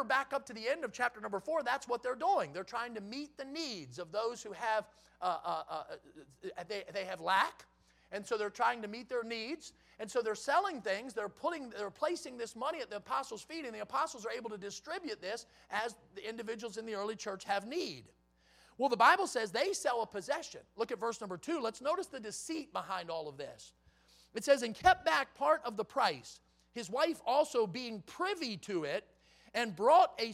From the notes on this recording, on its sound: in the Sunday Evening Service on January 1, 2023, at Victory Baptist Church in Boonsboro, Maryland